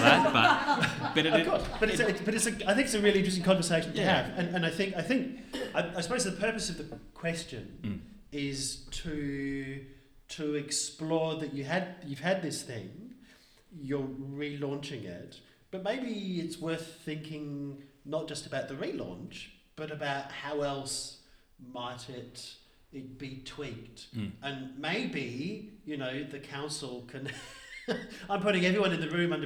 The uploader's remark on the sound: Travelled to various communities in Australia, to record multiple episodes of the Palaeo Jam podcast for National Science Week. Recorded in Naracoorte, South Australia, in front of a live audience.